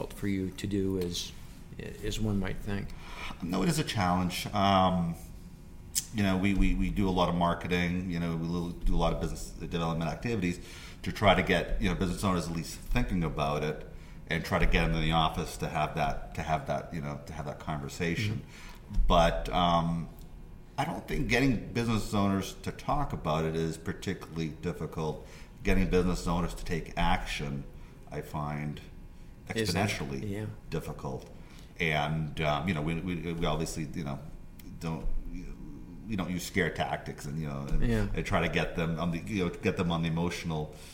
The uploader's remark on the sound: during BEI's 2019 National Conference